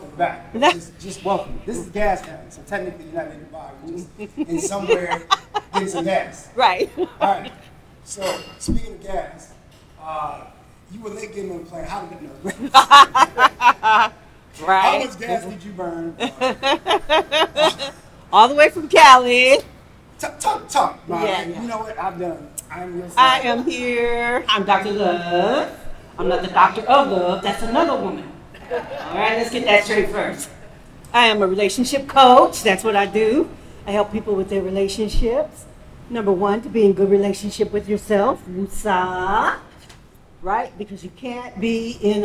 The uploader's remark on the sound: "Live Anniversary Show". The second instalment to our anniversary special, live from Downtown Vancouver.